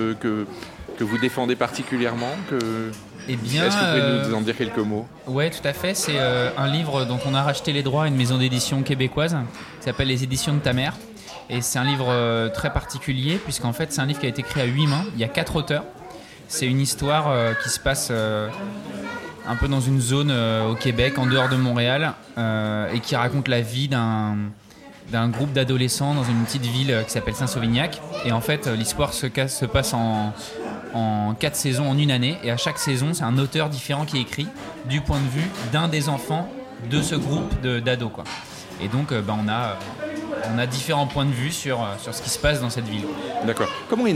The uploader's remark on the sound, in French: Nous sommes le 18 septembre 2022 et assis à une table du bar le Clémenceau de Jard sur mer. Assis à une table du bar le Clémenceau de Jard sur mer, nous recevons des auteurs et des éditeurs qui participent à Escale Littéraire, le festival proposé par la communauté de commune Vendée Grand littoral.